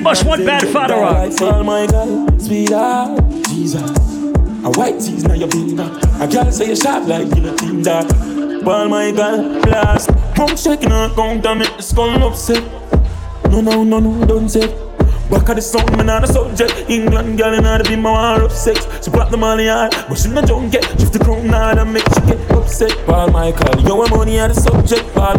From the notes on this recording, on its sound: Live recording from my set at Island Saturdays.